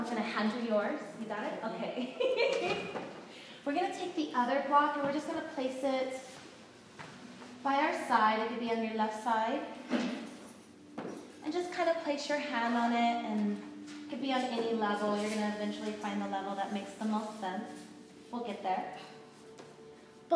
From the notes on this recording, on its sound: This class was recorded live in studio